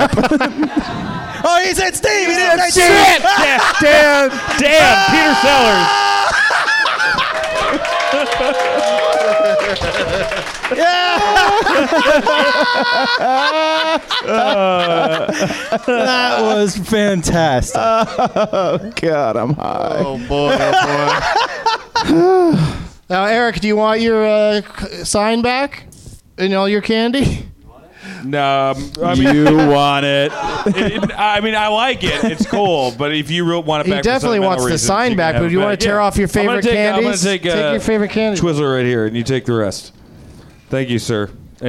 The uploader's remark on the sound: Live from the NerdMelt Showroom